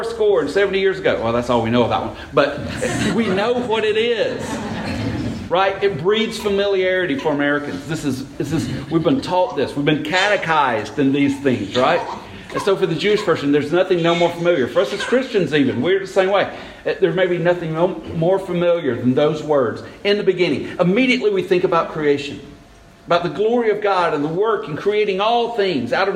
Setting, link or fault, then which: setting, large echoing room